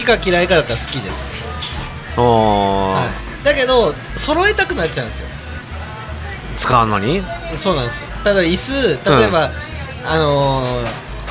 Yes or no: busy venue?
yes